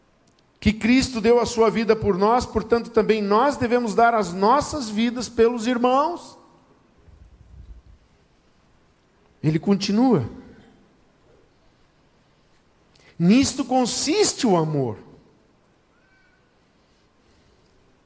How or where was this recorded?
large echoing room